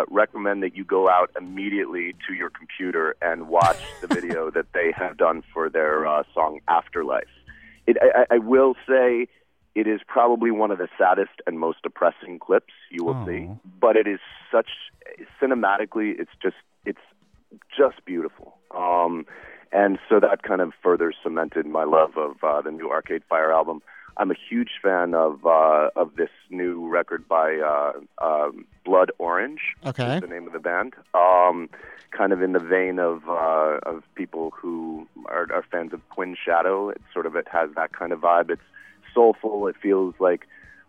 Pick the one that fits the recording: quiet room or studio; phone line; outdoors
phone line